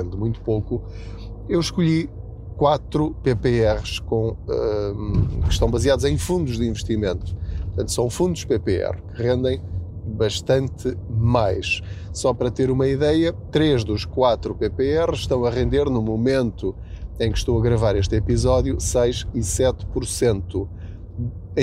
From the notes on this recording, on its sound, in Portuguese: Não ligue aos barulhos da viagem.